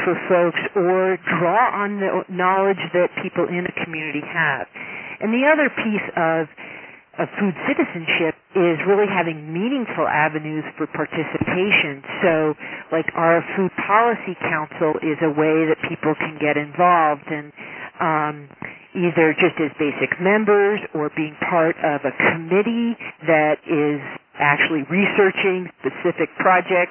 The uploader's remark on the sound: Call recorded on May 12, 2011.